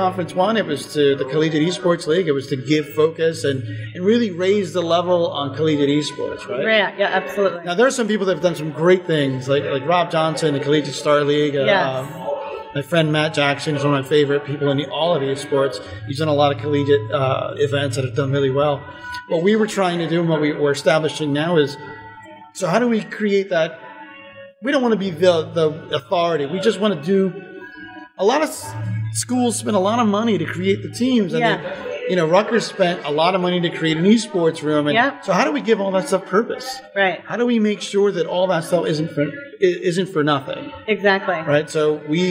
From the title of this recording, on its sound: Live From EsportsNext